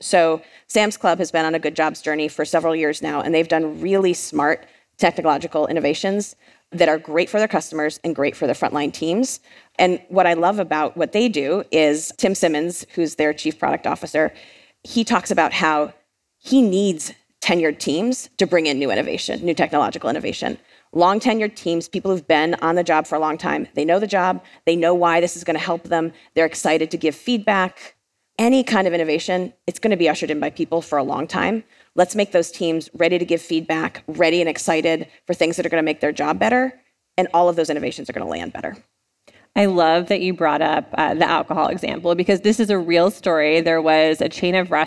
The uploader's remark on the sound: Today’s episode was recorded live at the Fast Company Innovation Festival last week in New York City.